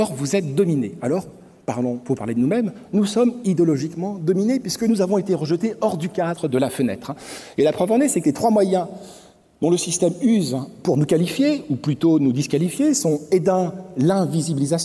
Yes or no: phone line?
no